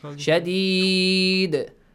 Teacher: It's a strong qalqala actually.